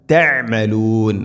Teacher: തഅമലൂൻ, തഅമലൂൻ അല്ല, തഅമലൂൻ, അയിന്, വളരെയധികം അയിനിൻ്റെ മഖ്റജ് ശ്രദ്ധിക്കണം. തഅമലൂൻ എന്നോതിപ്പോവരുത്, തൊണ്ടയുടെ മധ്യഭാഗമാണ് അയിന്